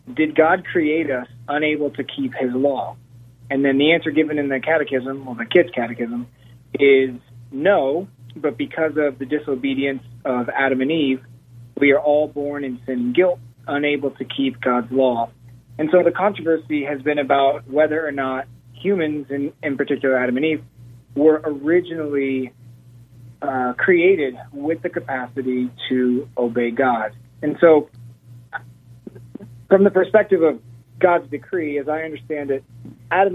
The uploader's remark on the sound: Four Open Phone Calls